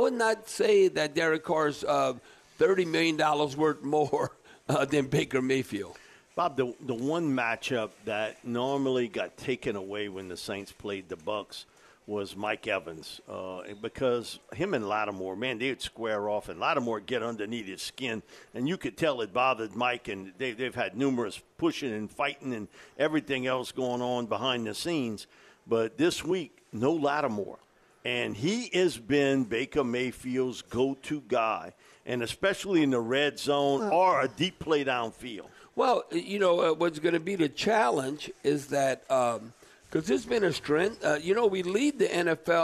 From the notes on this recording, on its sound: broadcasting LIVE at the Rouses on Tchoup.